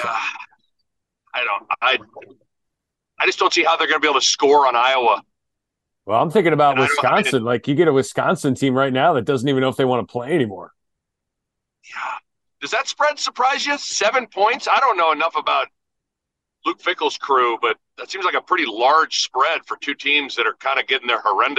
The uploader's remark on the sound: Is in the car headed to another game. Has bad Zoom audio.